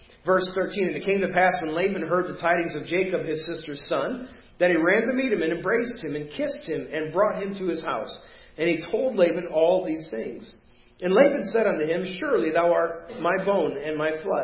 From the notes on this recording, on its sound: Preached at First Baptist Church of Hazel Park